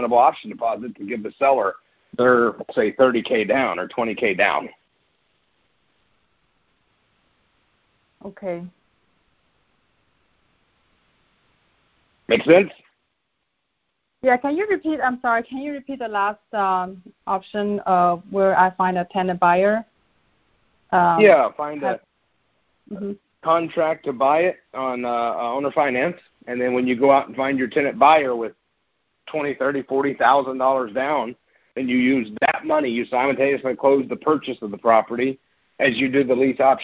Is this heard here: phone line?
yes